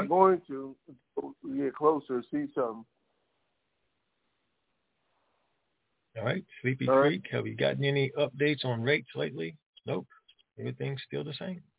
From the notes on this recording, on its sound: TNTSuperfantastic Conference Call